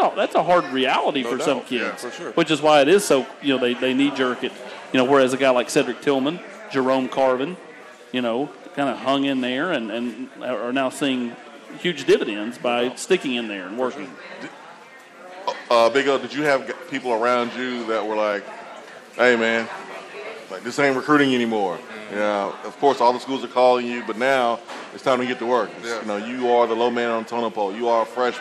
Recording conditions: busy venue